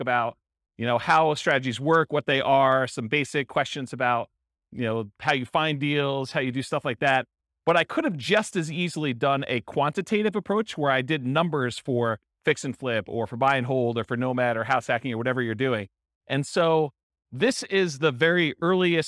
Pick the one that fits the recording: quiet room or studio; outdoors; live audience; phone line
live audience